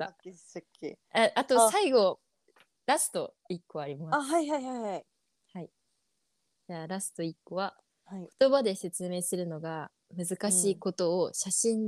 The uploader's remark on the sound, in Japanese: 収録トラブルで少し音量が小さかったり、大きかったりしてます